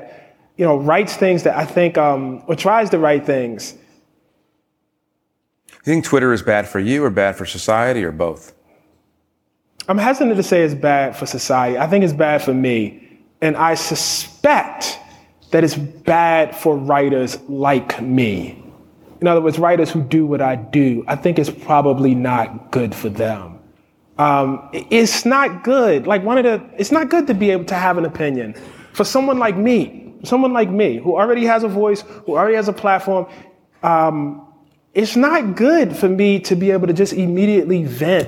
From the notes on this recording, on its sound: Recorded in front of an audience at South by Southwest in Austin.